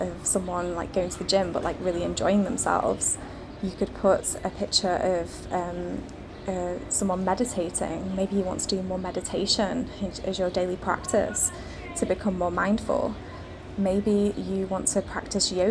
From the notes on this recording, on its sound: Hello from Rhodes, Greece! I'm recording this today from our lovely hotel balcony and it is very warm. I can see the gorgeous blue sea and overlook a lovely inviting pool to take a dip!